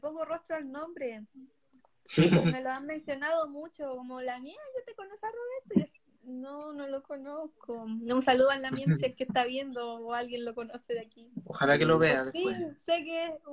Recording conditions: video call